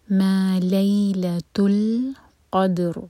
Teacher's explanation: لیلتو لئی مدلین سافٹ پڑھا جائے گا. لیل تل جب تا مربوطہ کو لام سے جوڑیں تو میک شیور کہ لام پر جھٹکا نہ آئے. ما لیل تل قدر دال پر قلقلہ، اور را کو ہم ساکن کر کے رکیں گے تو را ہیوی ہوگا کیونکہ اس سے پہلے ہے فتحہ، قاف پر جو فتح ہے وہ، تو را ساکن منہ بھر کر.